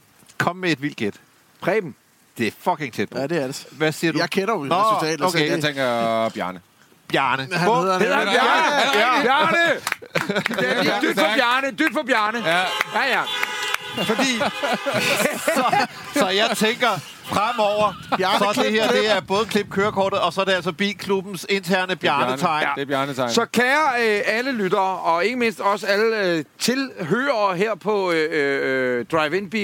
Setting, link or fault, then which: setting, outdoors